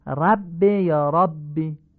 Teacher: فتحه ر آی کوتاه خوانده میشه